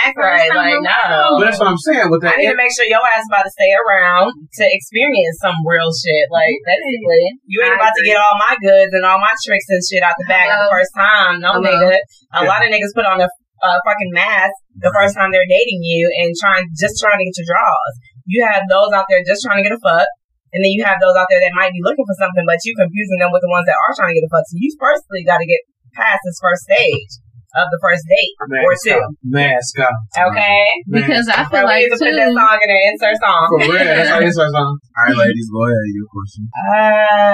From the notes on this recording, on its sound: This episode had some technical difficulties with the sound. WOPV Entertainment podcast recording studio here in Atlanta.